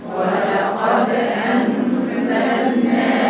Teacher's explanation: خلنا بالك من القلقلة في الدال. وأنزلنا إخفاء غنة بإخفاء زمنها حركتين والغنة من القيشوم